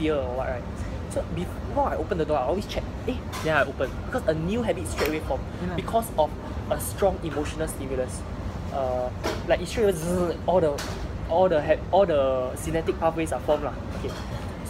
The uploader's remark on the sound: I apologize for the background noise and the poor lighting. Was contemplating about whether I should post this despite the poor quality.